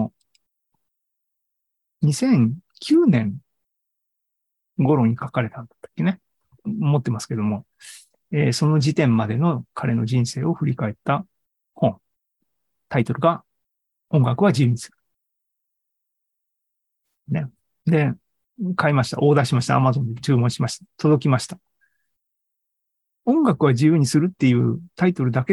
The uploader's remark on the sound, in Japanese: ２０２３年５月３１日に開催した ZOOMライブの模様です